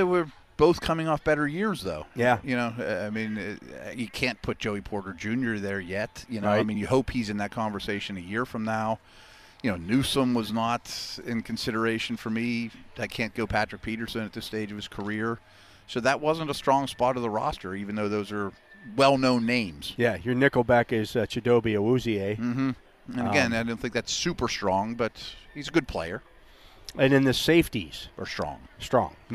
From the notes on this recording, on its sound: SNR The Drive from Steelers' Mini Camp Day 1. Broadcasting live from the UPMC Rooney Sports Complex for day one of Steelers' 2023 Mini Camp.